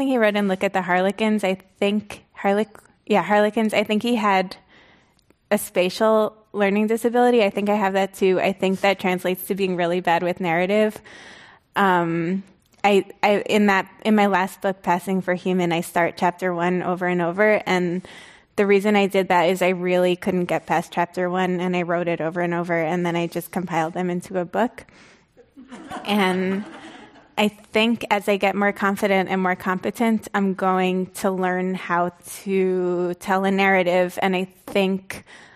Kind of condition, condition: setting, live audience